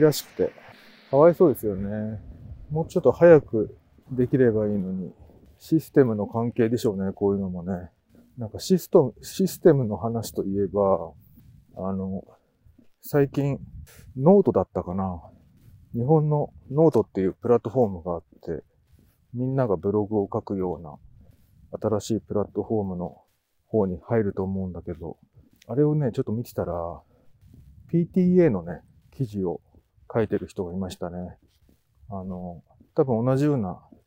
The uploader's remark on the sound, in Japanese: 冬のお散歩収録。ある日、晴れた日のお散歩収録です。